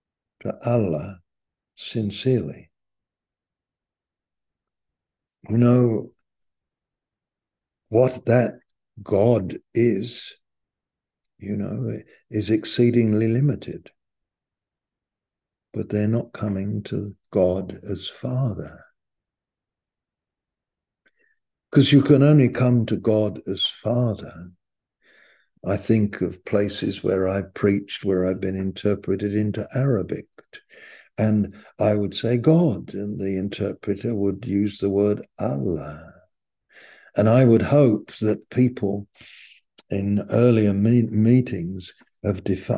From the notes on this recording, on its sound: Malaysia Meets (Zoom).